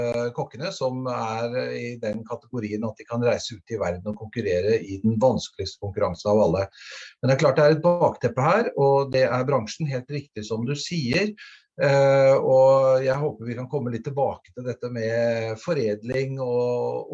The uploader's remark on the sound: Live Zoom